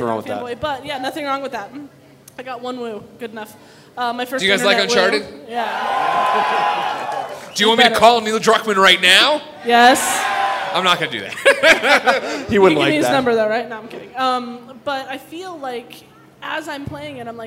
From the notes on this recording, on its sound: PS I Love You XOXO Live in Denver - Road to Greatness Special. PlayStation podcast went to Denver to do a live show for PlayStation's Road to Greatness!